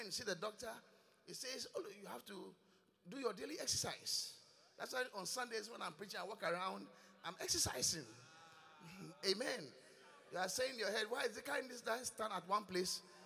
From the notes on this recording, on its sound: Preached at The Qodesh. Inspiration Service.